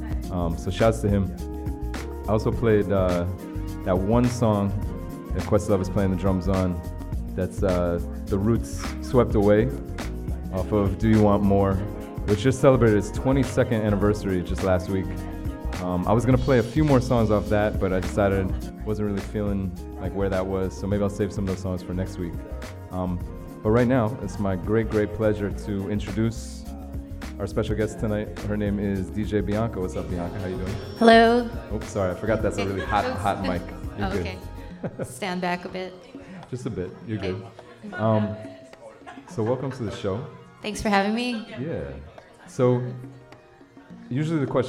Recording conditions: busy venue